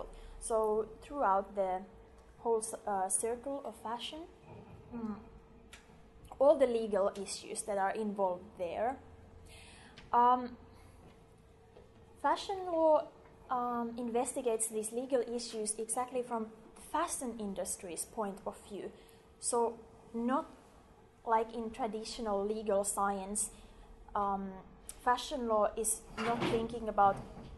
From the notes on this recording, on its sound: This episode is a recording of a public lecture